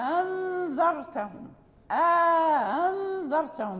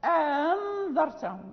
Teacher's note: يعني قالون وورش يسهلان الهمزة الثانية